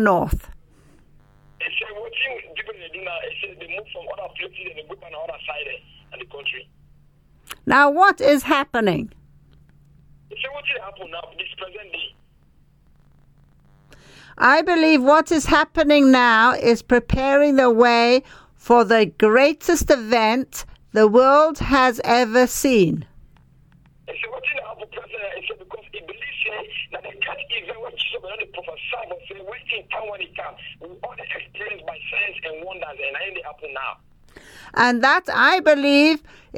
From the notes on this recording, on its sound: Speaking via phone to group in Sierra Leone.